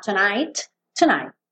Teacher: O T quase não aparece, né? Só lembra de não deixar aberto assim, tonight.